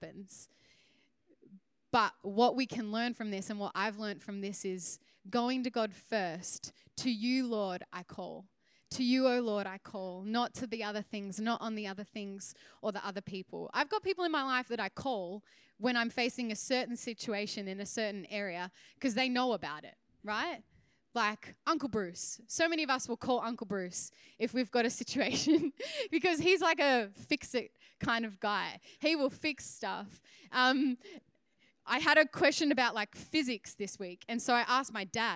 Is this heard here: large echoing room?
yes